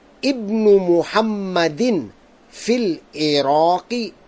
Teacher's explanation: we're going to pronounce the hamza of the word ibnun because absolutely nothing is written before it.